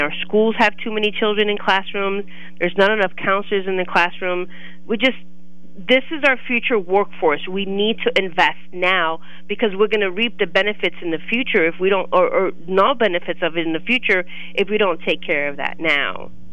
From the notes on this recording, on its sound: call